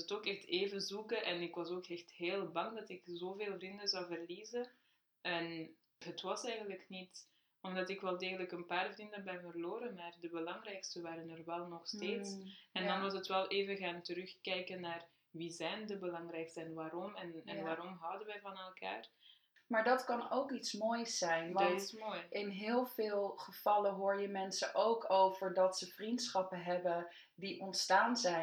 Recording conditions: poor sound quality